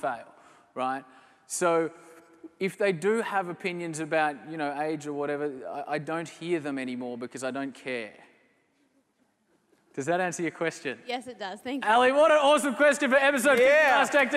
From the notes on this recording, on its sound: Recorded live at the Sydney Unconvention.